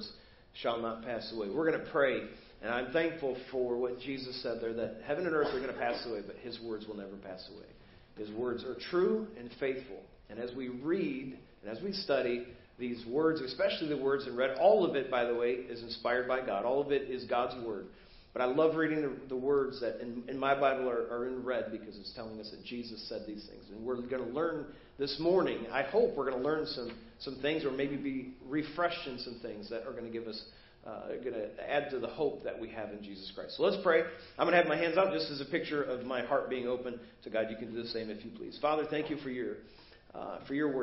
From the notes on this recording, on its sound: Preached at First Baptist Church of Hazel Park